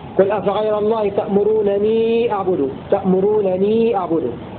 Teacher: وقرأ ابن عامر بنونين مخففتين مع قصر الواو